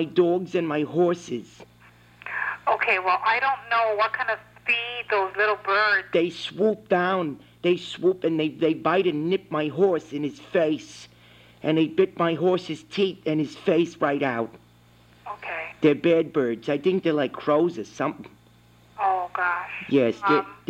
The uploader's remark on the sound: Prank Phone Calls